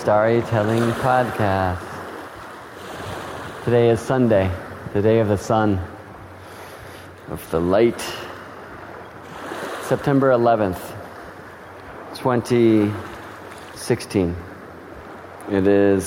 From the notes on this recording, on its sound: Part 2 of this "In Lak'ech" (I am another Yourself) StarryTelling Podcast Series required a loooong walk in the park to record.